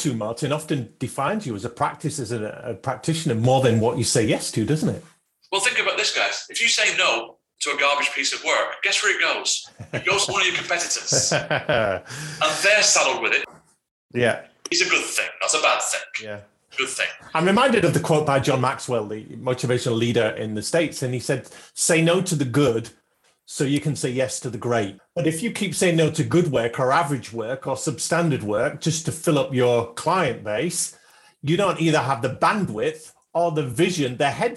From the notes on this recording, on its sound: APOLOGIES FOR THE AUDIO ON THIS BONUS EPISODE.